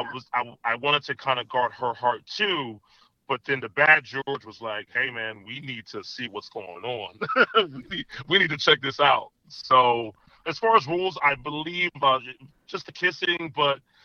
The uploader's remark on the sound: They both called in to talk all about it.